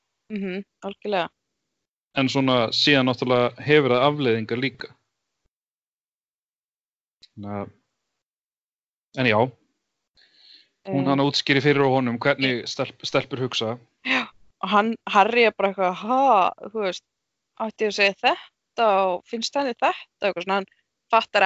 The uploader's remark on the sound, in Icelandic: Hittast á Skype.